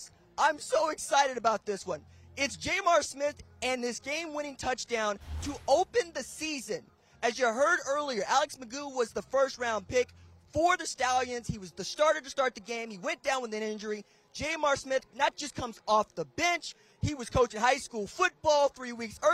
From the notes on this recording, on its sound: LIVE on the field in Canton, Ohio